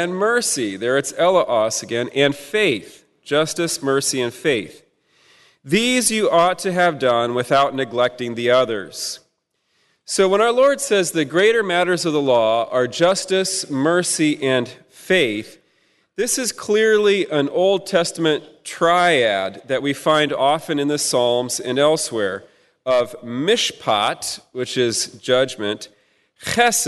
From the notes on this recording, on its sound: At the 2016 Fullness of Truth Conference. Held at Prince of Peace Catholic Church in Houston, Texas, from June 24–25, 2016.